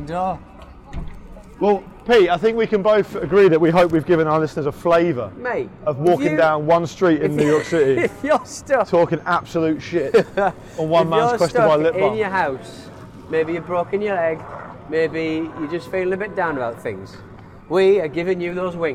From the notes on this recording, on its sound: 7th Avenue NYC. It's a special show today recorded on the bustling streets of New York City!